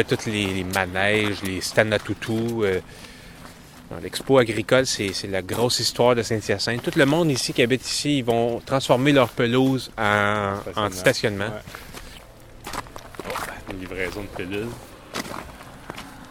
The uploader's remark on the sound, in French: Enregistré dans les rues de St-Hyacinthe